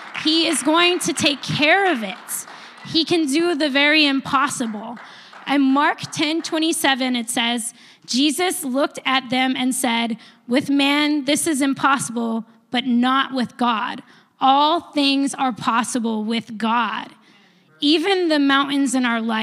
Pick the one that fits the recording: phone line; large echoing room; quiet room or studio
large echoing room